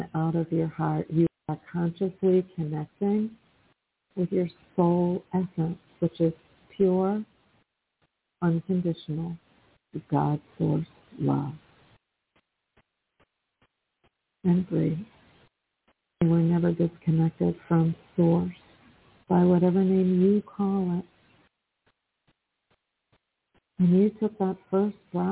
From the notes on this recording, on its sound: in response to callers' questions